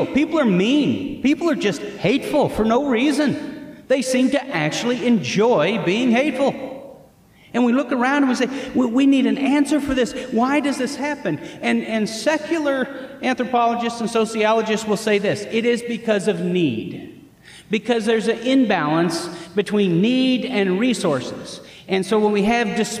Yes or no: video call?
no